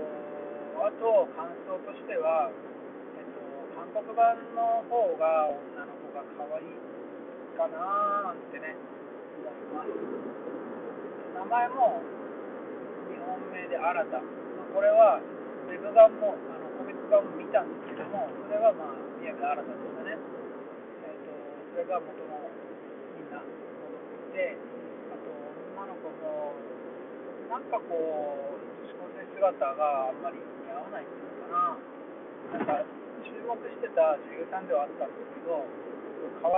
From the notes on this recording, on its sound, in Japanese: 車のスピーカー&マイクを使っているため音質はあまり良くありません。